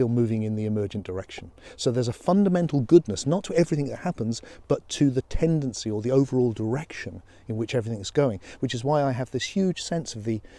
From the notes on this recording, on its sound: Thoughts while walking